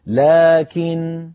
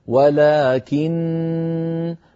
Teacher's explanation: النون المشددة مغنونة وصلا ووقفا · Shown in: second take